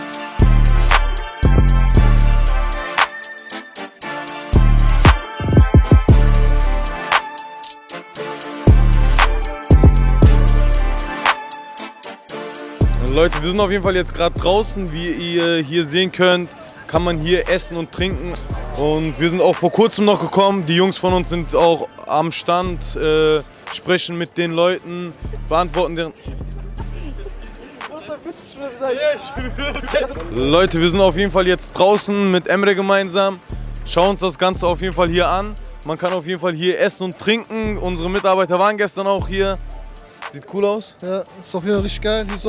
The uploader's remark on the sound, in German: Ecomunlimited beim OMR Festival (Vlog). Wir waren 2 Tage auf dem OMR Festival in Hamburg.